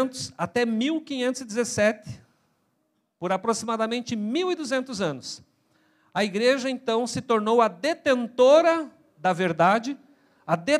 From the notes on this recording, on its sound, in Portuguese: na Igreja ABA Curitiba (Transmitido ao vivo)